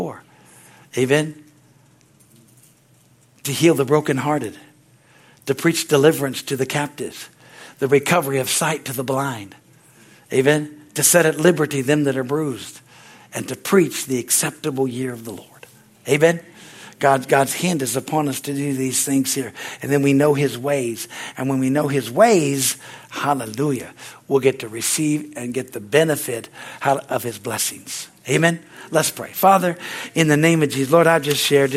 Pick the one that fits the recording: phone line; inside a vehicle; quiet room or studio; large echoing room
large echoing room